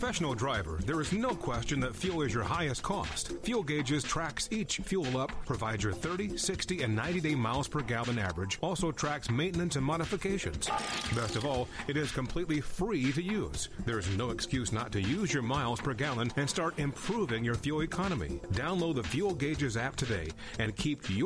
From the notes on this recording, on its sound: Call in Question and Answer Show.